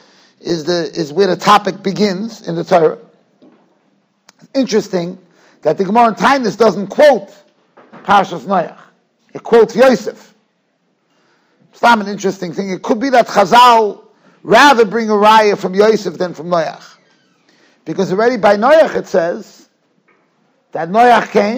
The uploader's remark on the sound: Shiur recorded in Yeshivas Ohr Reuven, Monsey, NY